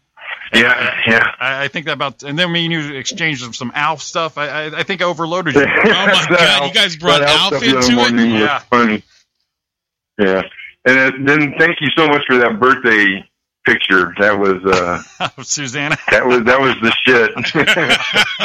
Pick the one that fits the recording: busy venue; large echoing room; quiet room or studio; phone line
phone line